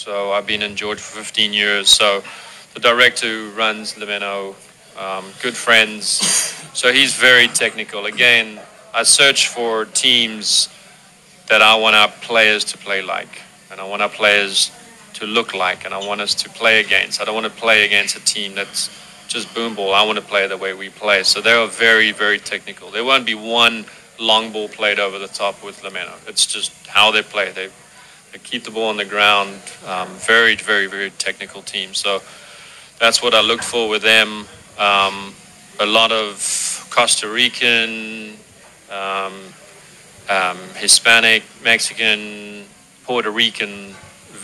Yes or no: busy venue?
yes